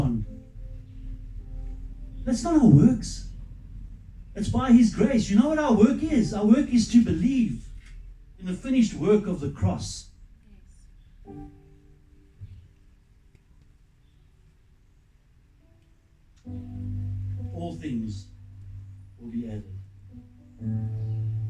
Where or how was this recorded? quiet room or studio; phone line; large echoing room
large echoing room